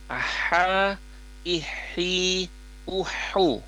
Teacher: ha di sini itu ada makhraj hurufnya ada di wastul halqi atau di tengah tenggorokan ya